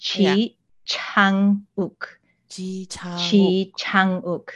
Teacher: So if you like breathe through it, because those consonants are often aspirated, it sounds like better Korean.